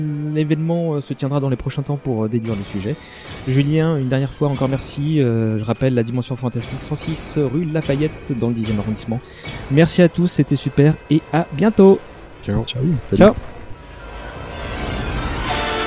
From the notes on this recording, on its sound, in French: Enregistré dans la belle librairie. Cet épisode était enregistré en présence de 5 membres de l’équipage.